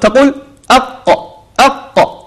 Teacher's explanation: فتجد أن حرف القاف فيه من الاستعلاء، فيه من القوة، طيب فيه من الشدة. فأنك عندما تقرأ القرآن تعطي هذا الحرف حقه، فتعطيه على صفة الاستعلاء.